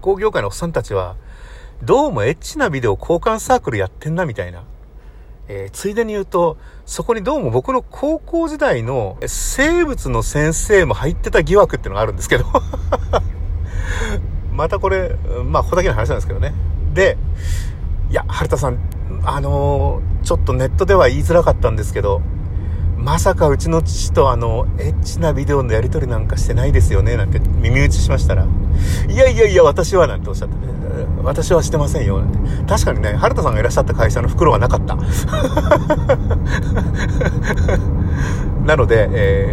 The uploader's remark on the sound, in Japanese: 国道246号線を走行しています。クルマの中で録音したので雑音多め。